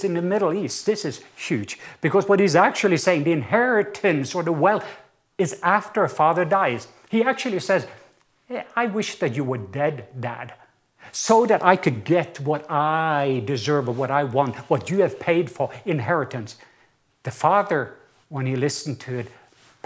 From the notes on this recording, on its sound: recorded at Northlands Church on June 21, 2020